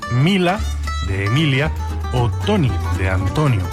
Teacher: la conservación de la sílaba tónica, mientras que las que la preceden se pierden muchas veces